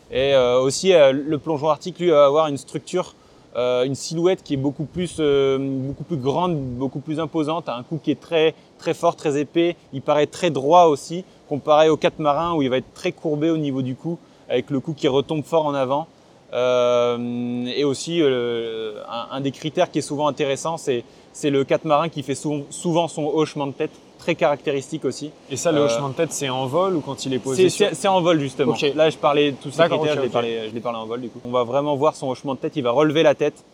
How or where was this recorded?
outdoors